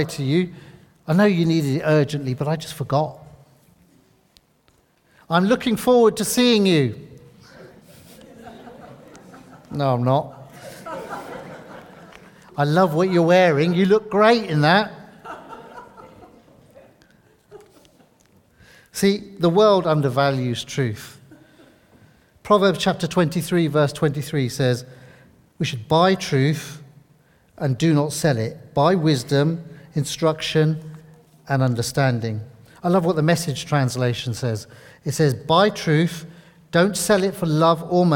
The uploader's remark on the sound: This sermon was recorded on Sunday 20th August 2023 at our Great Denham venue.